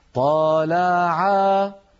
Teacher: الفتحة تصير ممطوطة فيتولد منها ألف، واللام تصير ممطوطة فيتولد منها ألف، وهكذا العين. فيقولون، وسمعتم في بعض المجالس مني هذا الكلام، يقولون طالعا، فلو كتبنا هذه طالعا لابد أن نكتبها طاء ألف، لام ألف عين ألف.